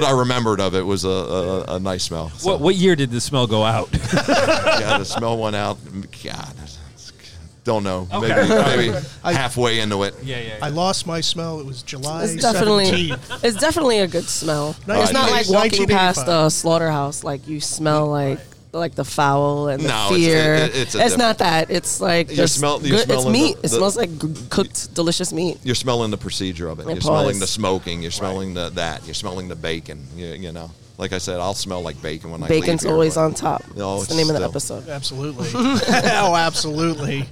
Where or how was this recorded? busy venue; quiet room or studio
busy venue